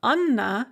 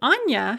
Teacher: the name Anna has a hard N because it has an a written after the N. But the diminutive Anya has a soft N because we have a ya written after the N.